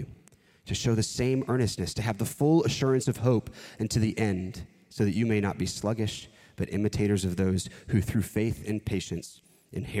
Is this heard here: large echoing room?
yes